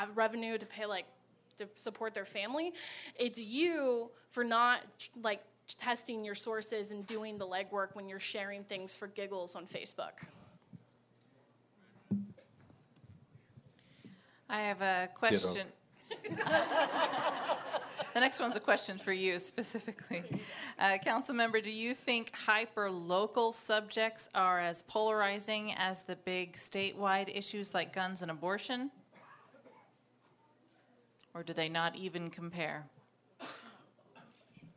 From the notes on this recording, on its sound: Here's the audio of the event